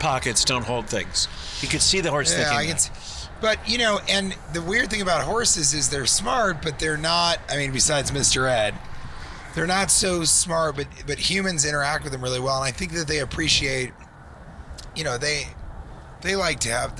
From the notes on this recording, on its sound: Recorded in a Taxi on the way to equine adventure